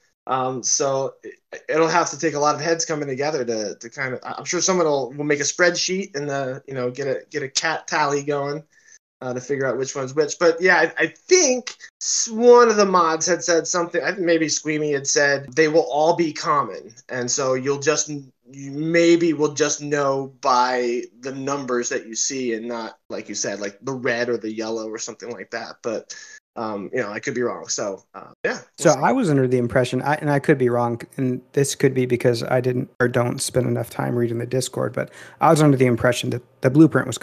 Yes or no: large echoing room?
no